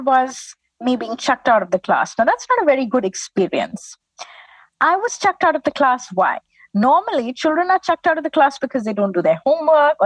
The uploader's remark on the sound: This episode was recorded over zoom.